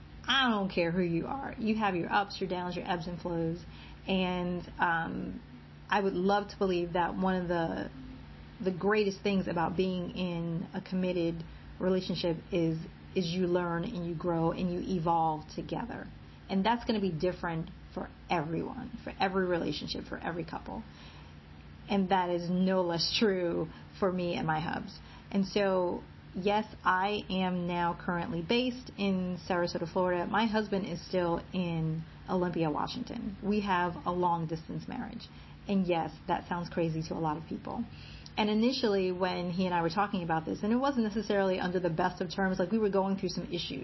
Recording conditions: background noise